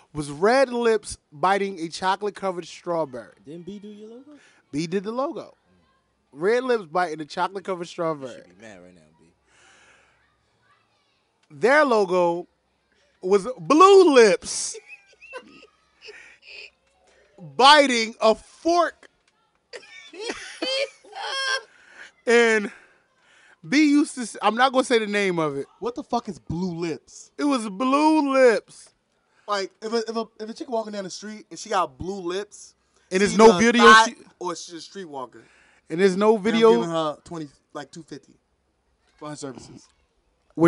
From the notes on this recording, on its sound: During a Philadelphia early summer night, three friends grab a table, a few chairs, and alcohol, to a backyard with some mics.